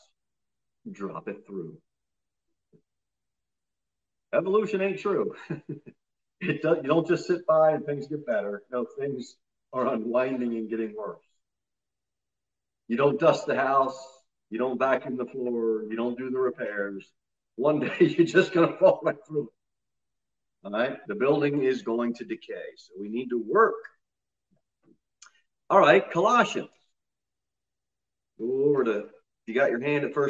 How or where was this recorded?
large echoing room